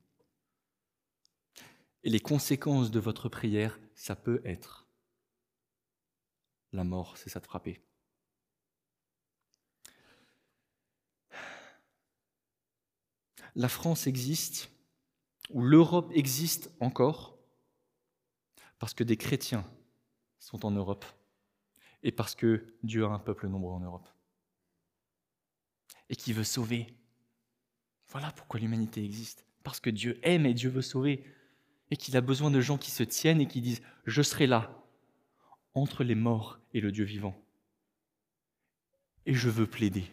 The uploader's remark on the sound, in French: Enregistré à l'église CVV